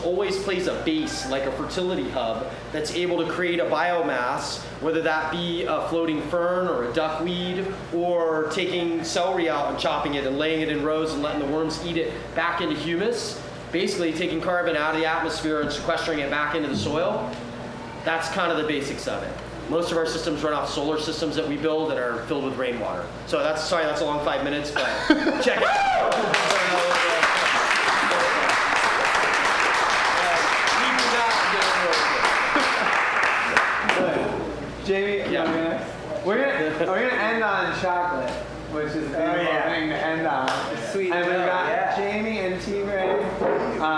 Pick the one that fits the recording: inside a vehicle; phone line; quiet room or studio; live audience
live audience